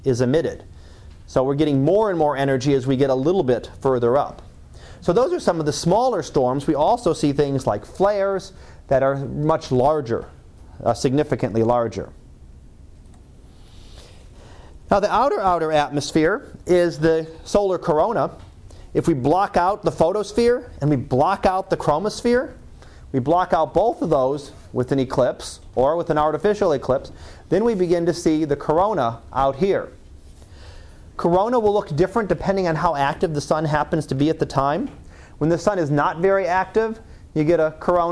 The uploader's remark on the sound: Live Class Lecture